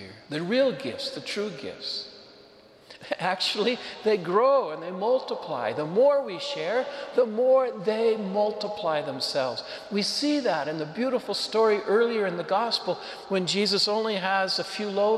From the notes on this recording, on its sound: Homily delivered to the Catholic Community of Saint Francis, Cuenca, Ecuador.